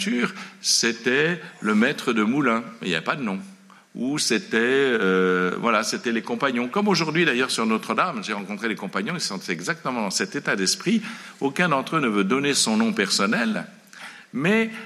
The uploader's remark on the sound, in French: À la salle des Carmes de La Rochefoucauld une conférence sur la fin de vie.